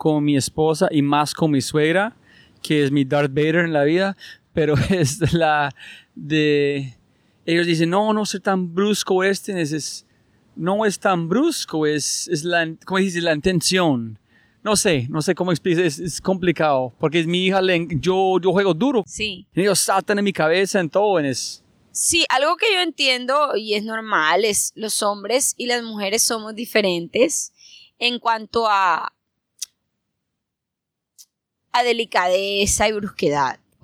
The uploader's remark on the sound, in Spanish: Grabamos este podcast en uno de los lugares más gloriosos de Colombia, la playa de Costeño Beach en Santa Marta. Grabamos esta conversación tendida en la playa frente a su casa, mirando el mar.